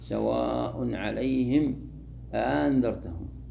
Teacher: قال وإبدال الثانية ألفا، الثانية ما تنطقها همزة تنطقها ألفا، سواء عليهم أأنذرتهم، تنطق الأولى همزة والثانية ألف أأنذرتهم.